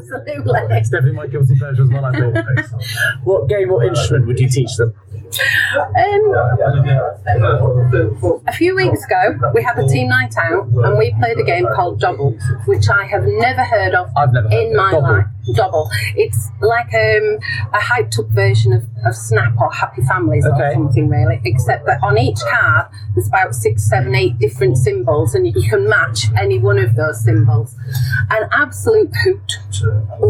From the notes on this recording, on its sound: Recorded live after the recent CIPP annual Excellent Conference and Awards in Birmingham at the Hilton Metropole (so please excuse the background noise).